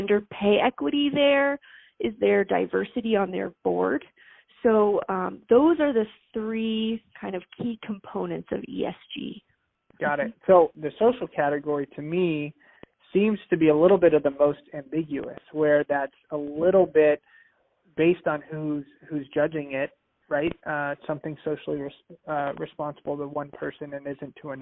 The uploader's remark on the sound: Phone Audio